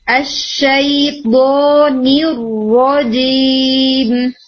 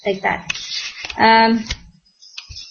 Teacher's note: با ٹو حرکہ اور اس کے بعد را کو اسٹرانگلی ہٹ کریں · Term: را مشدد